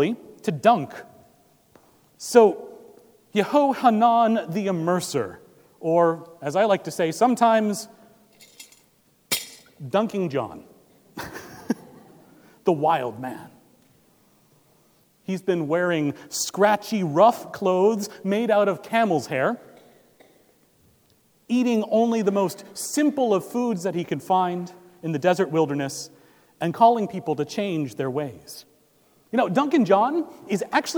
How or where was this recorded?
large echoing room